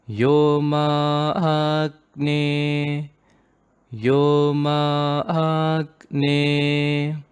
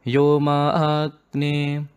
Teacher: you first do it in a middle pitch and then bring, bring it to a higher pitch · Shown in: first take · Term: double accent